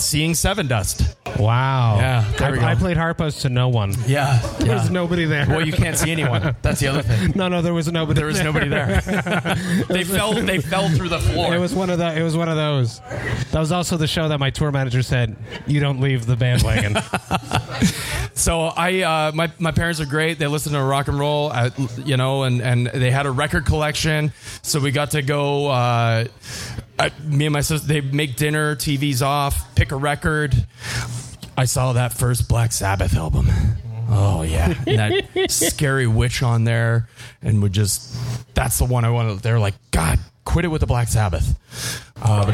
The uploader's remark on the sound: Live broadcast from Folly Brewpub in Toronto. This was recorded live downtown Toronto in front of an audience.